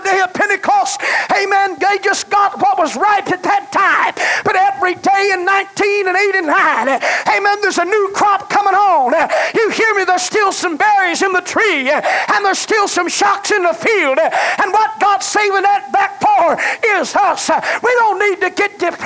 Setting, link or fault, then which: setting, large echoing room